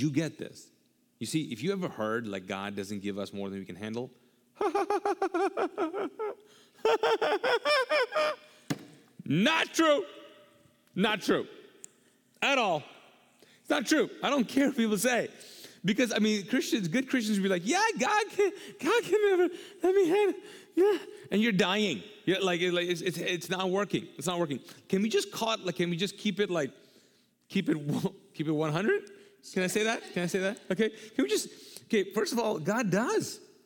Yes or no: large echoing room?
yes